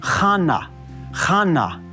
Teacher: So it's very similar to Hannah, but we're just taking the H sound and giving it a guttural CH sound